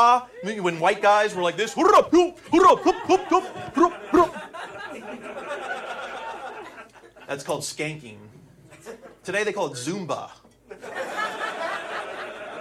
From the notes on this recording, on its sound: Recorded at Flappers Comedy Club in Burbank, CA